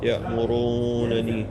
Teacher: فالراء جاءت مضمومة فيجب المد في ذلك